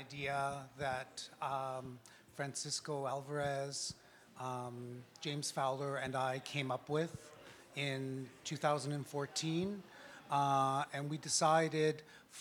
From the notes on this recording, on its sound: Filmed in front of a live studio audience at Nuit Rose, a festival of queer art and performance.